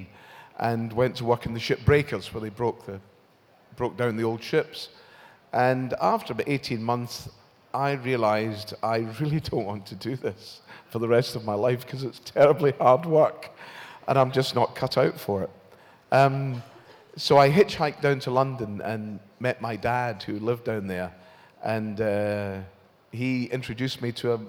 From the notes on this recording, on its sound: recorded at this year's Sci Fi Weekender 6